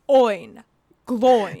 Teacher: the O's have the accent. Yes. So the emphasis is on the O.